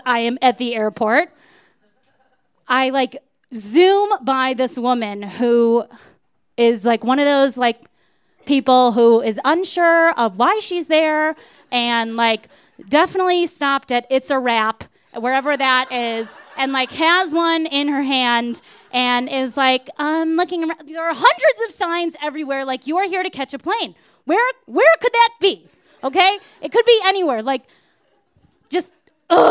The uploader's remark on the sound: You might notice that our podcast sounds a little bit different! These stories were recorded at The Deer Pile.